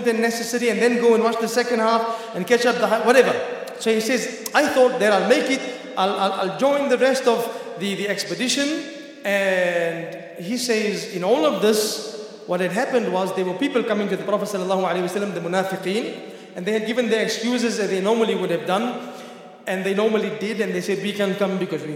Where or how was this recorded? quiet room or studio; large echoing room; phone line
large echoing room